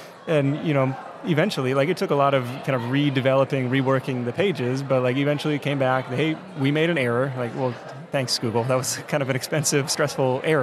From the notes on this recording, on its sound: We asked an All-Star panel that you can only put together at a big conference like FinCon. We're recording LIVE from the moomoo podcast booth at FinCon 2023.